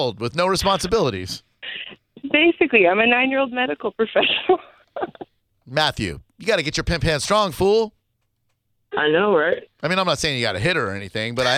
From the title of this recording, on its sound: a woman called